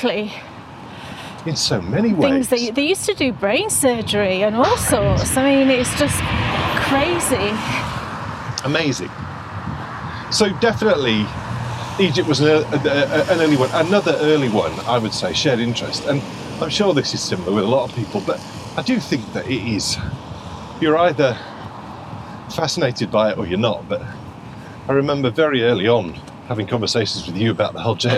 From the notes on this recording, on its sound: Head out for a winter walk.